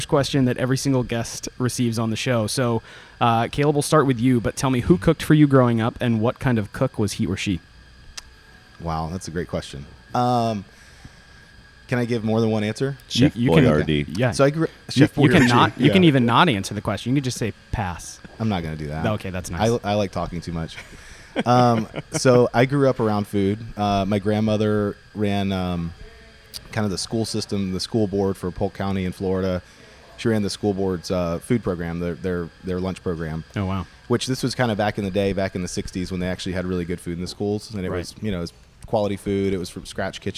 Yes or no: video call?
no